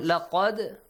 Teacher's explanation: Also, it has a قَلْقَلَ sound. Bouncing sound.